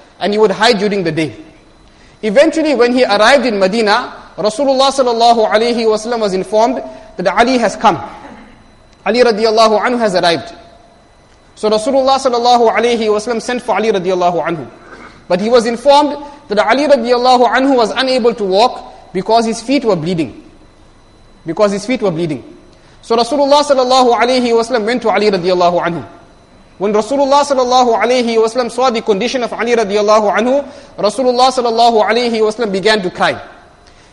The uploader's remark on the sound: Jumuah lecture